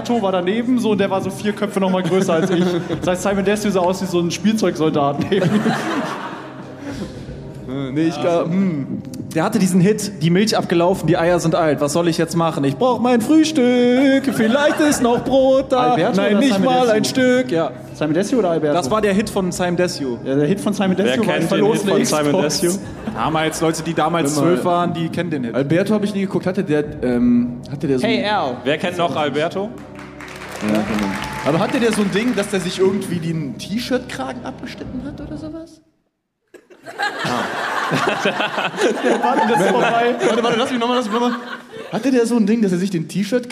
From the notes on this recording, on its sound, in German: Live aus Frankfurt. Der erste Tour-Stop der Live Podcast Tour liegt hinter uns. An die, die Live dabei waren: Nicht wundern, es wurde ein bisschen rausgeschnitten.